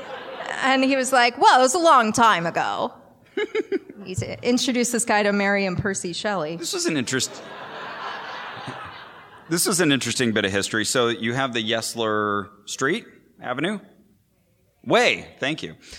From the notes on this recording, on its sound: Live with a wonderful audience at PodCon in Seattle